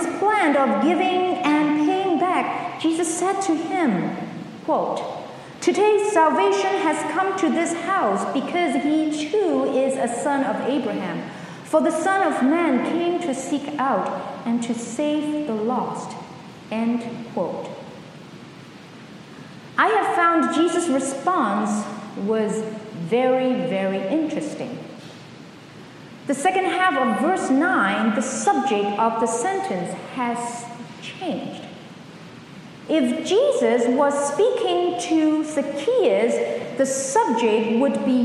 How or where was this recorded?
large echoing room